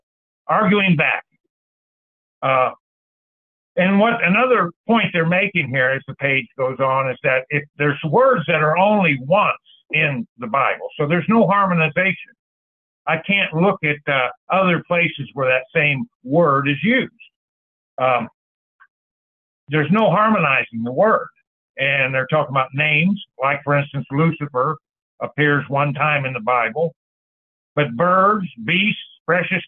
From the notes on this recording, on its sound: Call In Bible Study